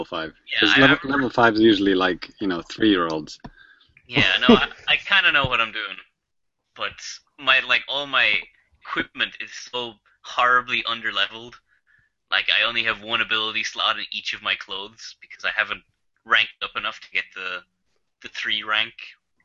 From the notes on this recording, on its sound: Recorded LIVE via Google Hang Outs on Air